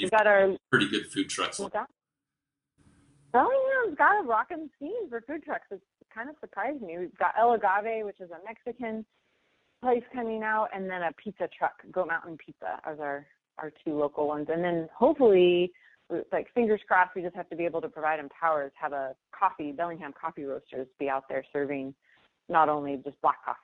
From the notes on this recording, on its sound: Was kind enough (and patient enough) to join us for a podcast over the phone.